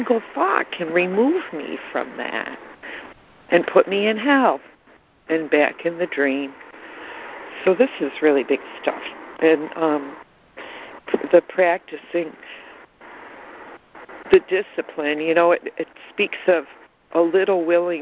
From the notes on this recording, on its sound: ACIM Daily Conference Call